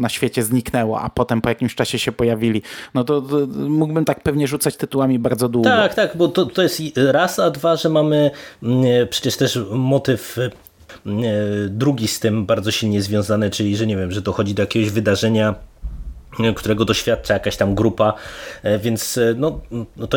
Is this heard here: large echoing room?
no